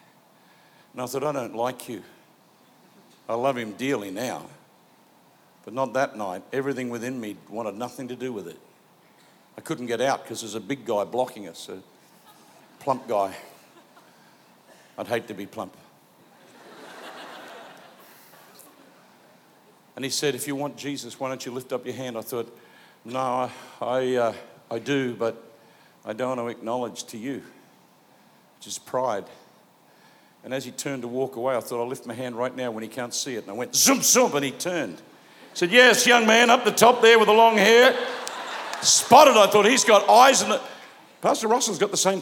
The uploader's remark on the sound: Preached live at Planetshakers Melbourne